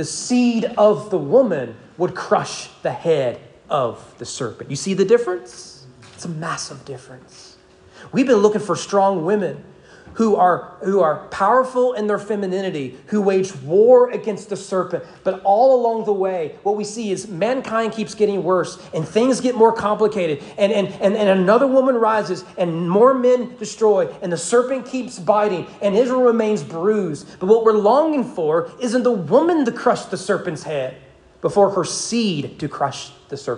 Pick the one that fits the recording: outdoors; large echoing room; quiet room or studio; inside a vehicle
large echoing room